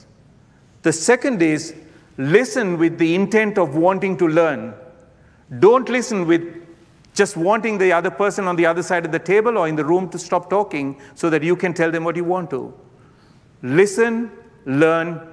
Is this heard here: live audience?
yes